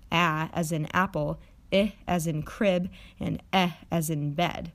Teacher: These vowels are considered front vowels because the highest part of the tongue is positioned roughly in the front of the mouth.